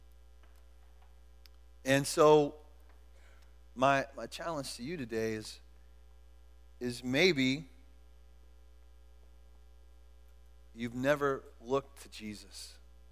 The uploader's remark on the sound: Was recorded at The Calling Community Church located in Platte City, Missouri. Services are held at the Platte City High School auditorium.